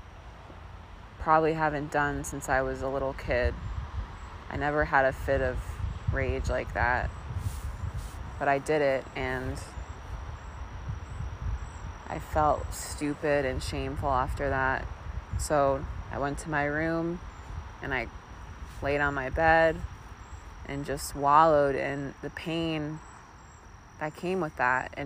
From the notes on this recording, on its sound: This first episode was recorded in South Mountain Reservation, West Orange, NJ. Sitting at the top of a hilly field.